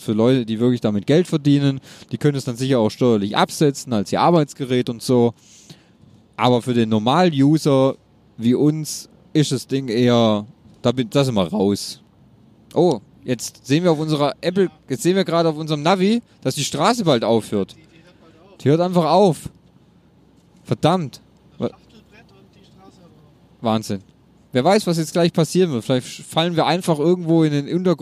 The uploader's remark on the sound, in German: Nebengeräusche on Tour - Die Roadtrip-Folge. Natürlich hat es uns auf der Fahrt schon in den Zungen gejuckt und wir haben spontan eine kleine Runde aufgenommen.